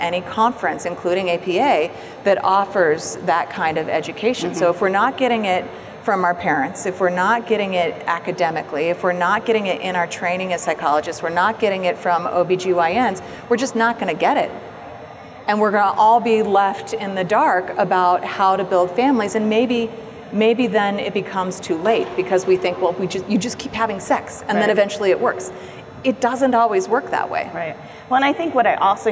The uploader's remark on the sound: Live from APA 2019